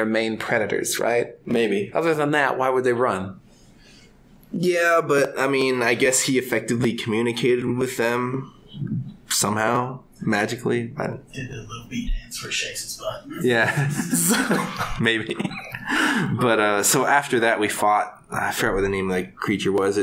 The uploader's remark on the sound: Sorry for the audio quality issues. There is mild distortion throughout, and sometimes the sound cuts out entirely. We were trying a new setup and it seemed fine during our sound check.